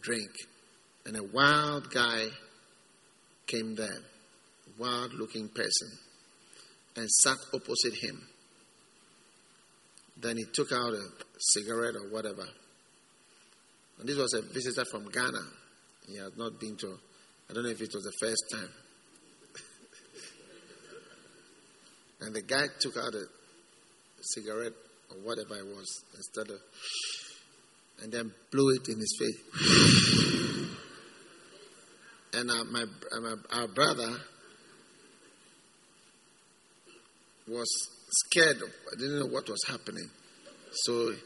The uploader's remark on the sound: Preached at the First Love Gathering Service.